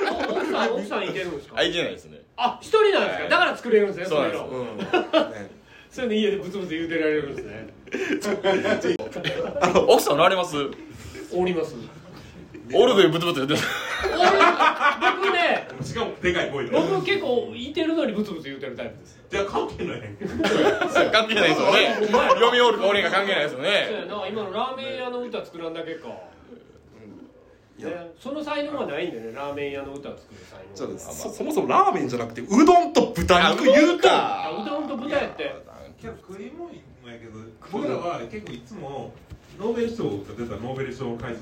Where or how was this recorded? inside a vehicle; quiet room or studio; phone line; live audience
live audience